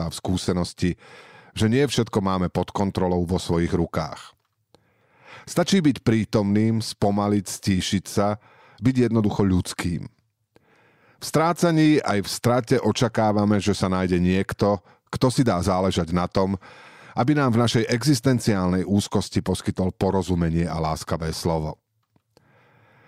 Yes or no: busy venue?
no